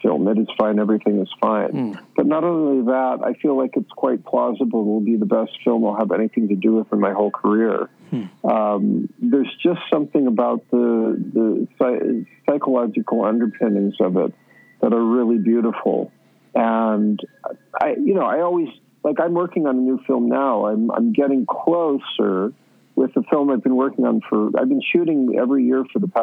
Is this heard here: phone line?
yes